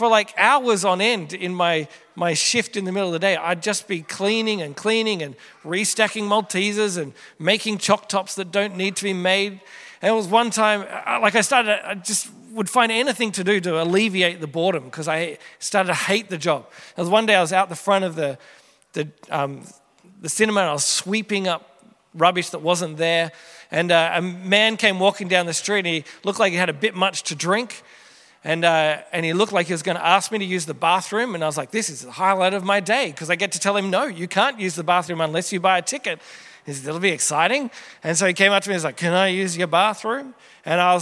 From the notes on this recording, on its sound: Originally preached at Merri Creek Anglican Church in August 2023